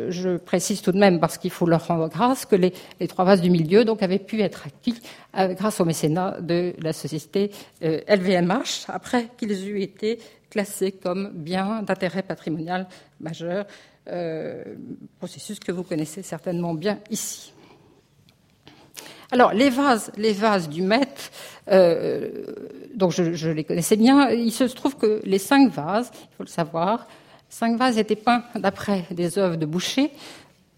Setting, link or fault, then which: setting, large echoing room